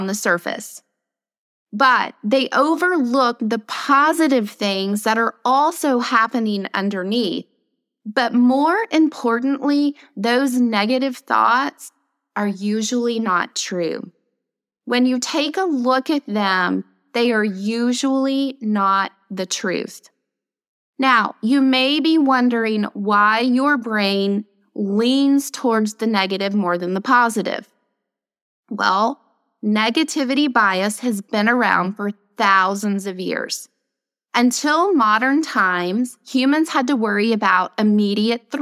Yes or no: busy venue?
no